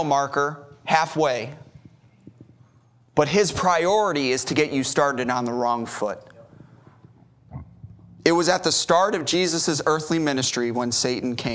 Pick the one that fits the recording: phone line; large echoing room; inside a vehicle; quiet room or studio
large echoing room